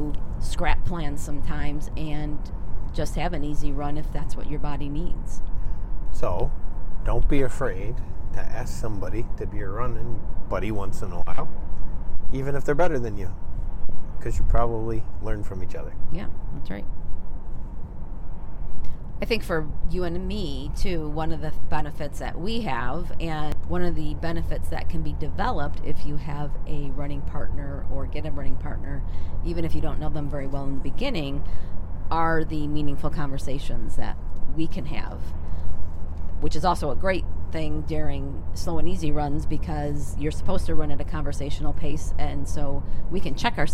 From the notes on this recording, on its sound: We are in the car, so some of the audio is not ideal.